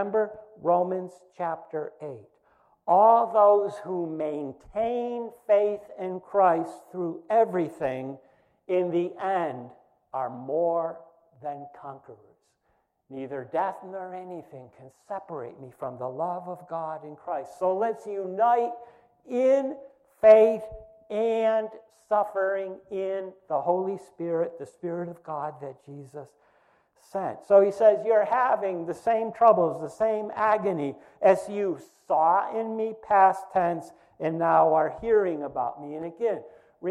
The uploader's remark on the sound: First Congregational Church of Clinton, MA -- Sermon -- July 5, 2020